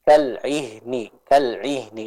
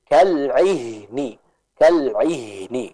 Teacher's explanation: Terkadang kita temui seorang yang mungkin membaca ainnya seperti hamzah, misalnya kal'ihni, kal'ihni, ini kurang tepat. Yang tepat adalah dengan kita tetap menjelaskan ainnya, lalu kita masuk ke huruf ha sambil mengalirkan suaranya. · Shown in: second take